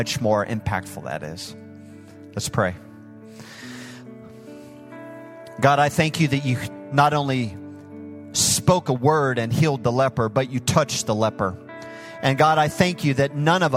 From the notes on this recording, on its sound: Recorded live at Hope Church in Springfield, Mo.